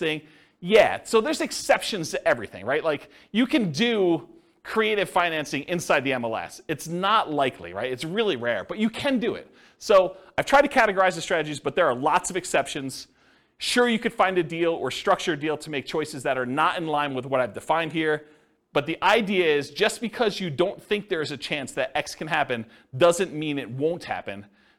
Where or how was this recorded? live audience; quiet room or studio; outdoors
live audience